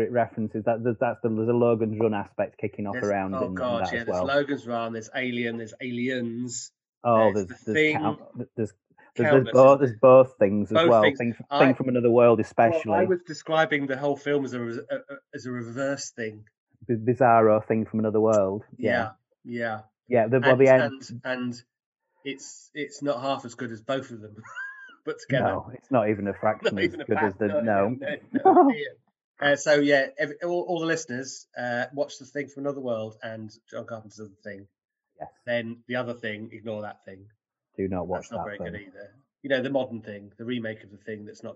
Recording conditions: poor sound quality